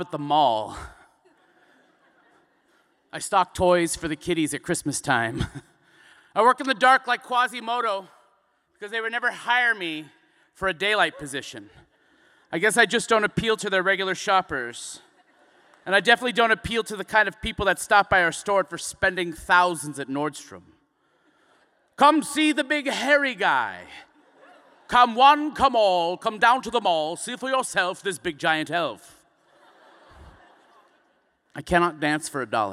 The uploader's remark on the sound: including live performances